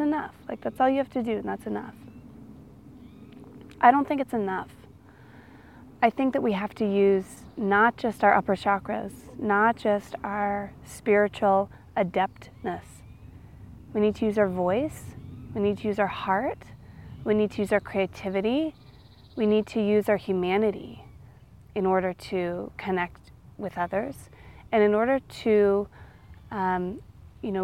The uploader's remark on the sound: I recorded this one outside so you also get the benefit of all the twitterpated birds in the background.